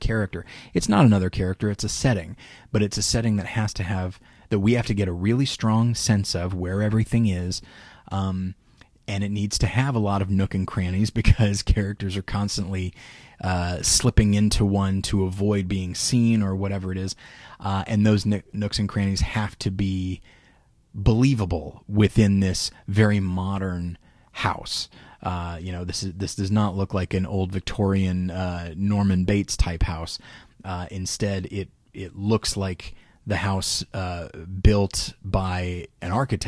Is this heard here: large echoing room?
no